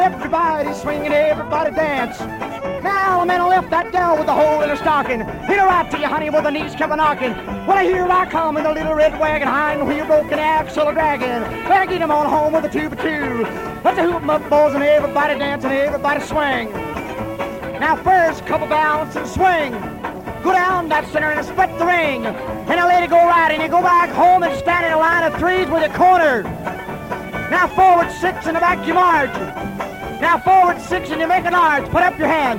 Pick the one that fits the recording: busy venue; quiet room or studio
busy venue